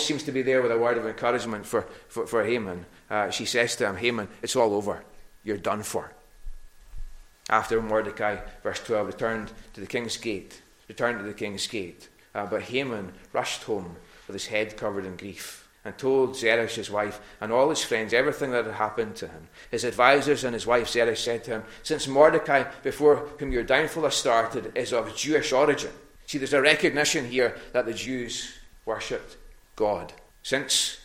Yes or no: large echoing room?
yes